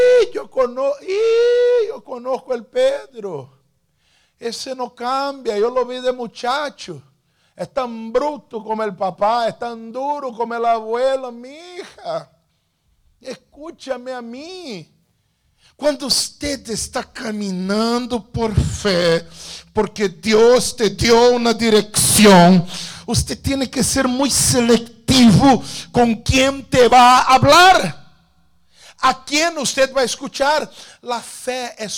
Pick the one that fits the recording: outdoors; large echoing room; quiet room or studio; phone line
large echoing room